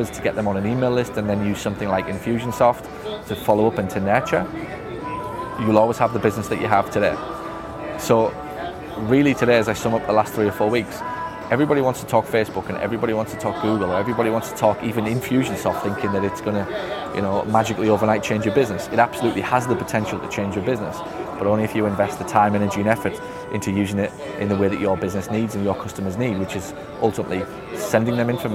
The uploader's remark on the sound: this one is filmed on location at Seaport Village, “San Diego”.